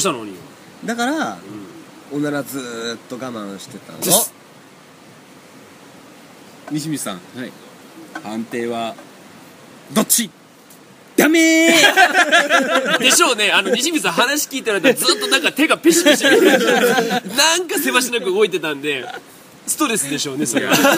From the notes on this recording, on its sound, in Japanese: 酔っ払い達のアウトドア収録。